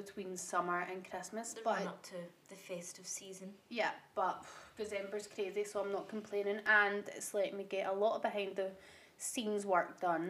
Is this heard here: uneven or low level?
yes